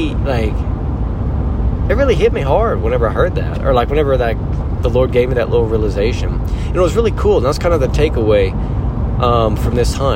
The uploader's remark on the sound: In the truck as he returns home from his Idaho hunt trip.